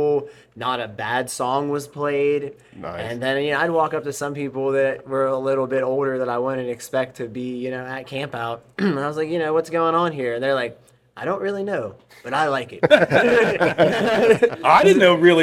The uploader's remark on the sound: TST On Tour 3: Beef's Bar